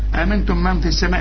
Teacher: ميم مع ميم إدغام بغنة